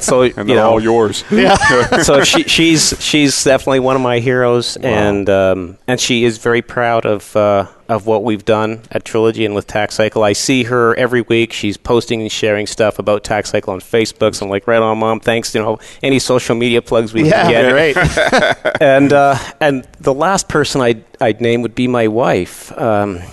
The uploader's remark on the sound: Live Broadcast at the The IPBC IGNITE Conference.